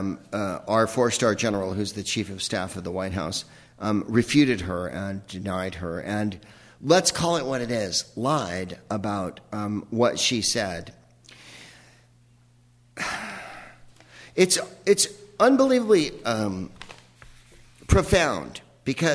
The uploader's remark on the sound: Live from the Upfront Theatre in Bellingham